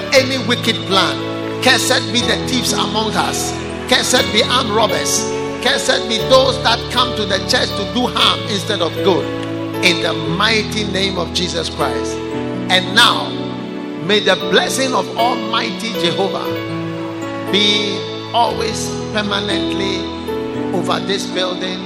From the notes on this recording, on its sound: Preached at The Way Cathedral, Ayawaso-Ghana